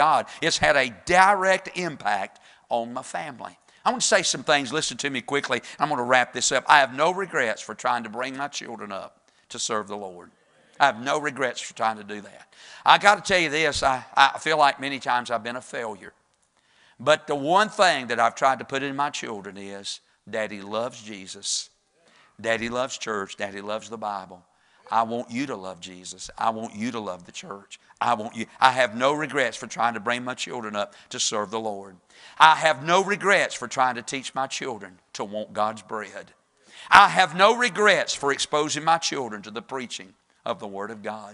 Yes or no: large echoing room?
yes